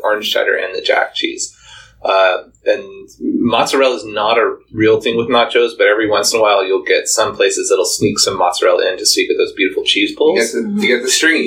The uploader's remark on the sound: with apologies for sound quality issues...